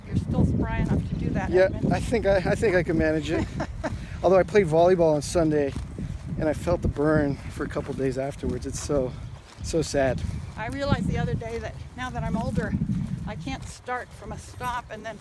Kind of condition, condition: setting, outdoors